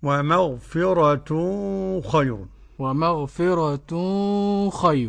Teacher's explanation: نفخم الغنة عشان الخاء مفخمة